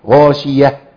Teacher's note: يبقى نقف عليها بالهاء بس